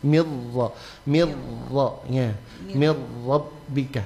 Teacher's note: Dia langsung masuk ke huruf ra karena ra-nya ada bertasydid dan tidak perlu ada getaran karena ra kalau bertasydid begitu getarannya dihilangkan · Term: idgham bila gunna